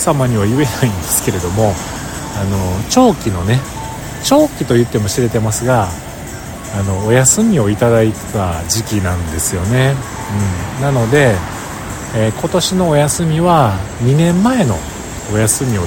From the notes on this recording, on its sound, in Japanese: 帰りのバスを待ちながら収録しました。